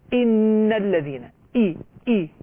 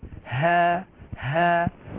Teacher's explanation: أقصى الحلق يخرج منه الهمزة والهاء